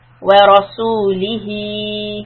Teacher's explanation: If I continue, Ra would be heavy, Ha would be two counts. This is called Sila Sughra when you stretch the Ha.